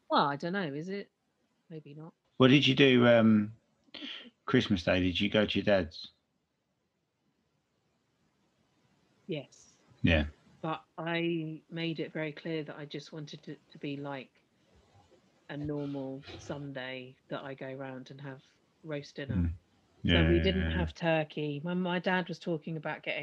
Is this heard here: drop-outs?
yes